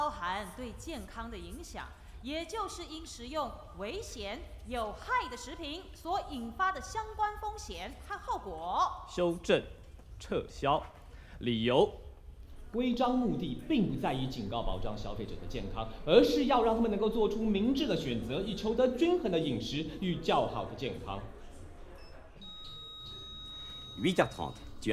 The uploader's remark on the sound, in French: Enregistrement sonore du spectacle Europe connexion. Réalisation sonore en binaural.